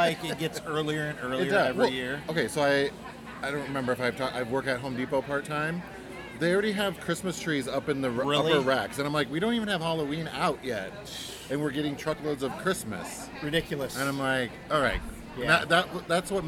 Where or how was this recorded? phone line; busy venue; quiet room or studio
busy venue